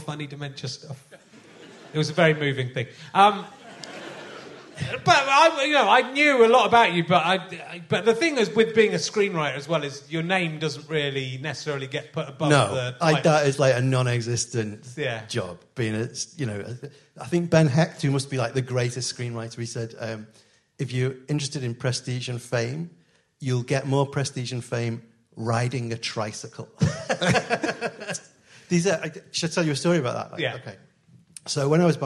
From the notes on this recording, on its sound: at the Liverpool Playhouse